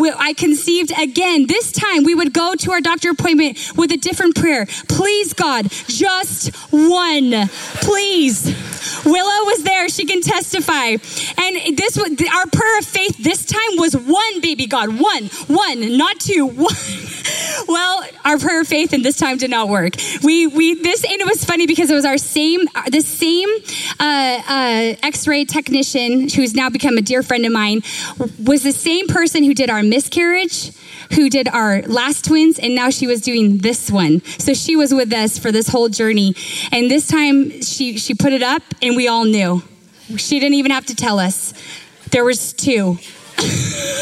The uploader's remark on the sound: Recorded live at Capital Church in Meridian, Idaho